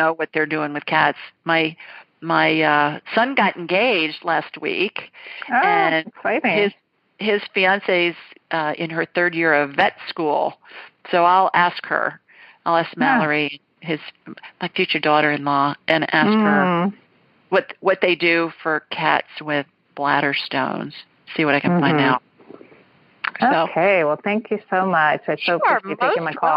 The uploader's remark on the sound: His widow called. Then a man who was not feeling well called from NYC.